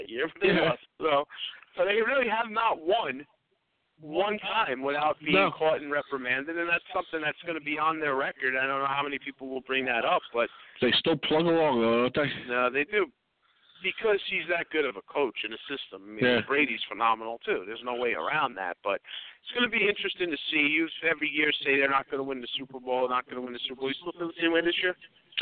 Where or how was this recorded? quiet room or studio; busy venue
busy venue